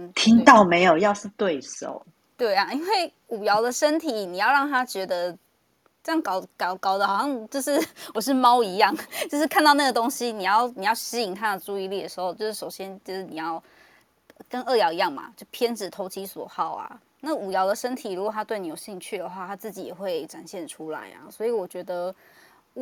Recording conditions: poor microphone